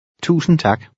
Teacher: The D is usually silent when it follows an N.